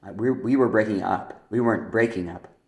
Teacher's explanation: A phrase like breaking up typically has a stress on the up part.